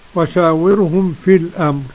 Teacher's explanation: الراء مرققة لأن قبلها مكسور